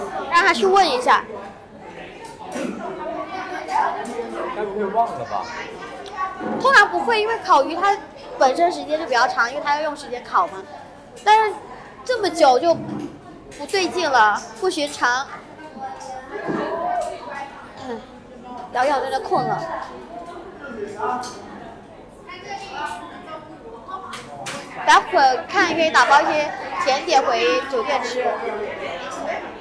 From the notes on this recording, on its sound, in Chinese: 大马免签之旅吉隆坡citywalk。边走边聊 有点吵。